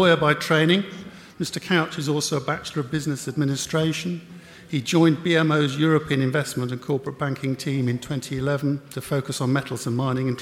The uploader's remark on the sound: recorded live at The Northern Miner's Canadian Mining Symposium at Canada House in London, U.K., in April 2018